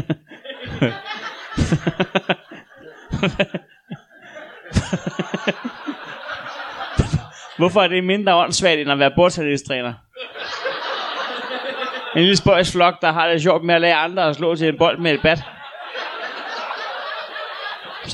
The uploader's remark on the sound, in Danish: LIVE fra Ramsømagle. Endelig tilbage i Ramsømagle foran et levende publikum.